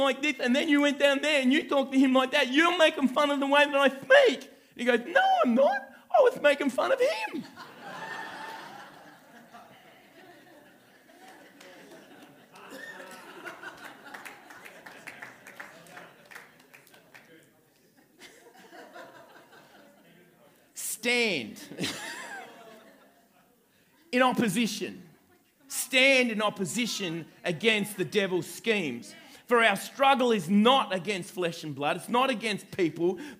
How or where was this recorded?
large echoing room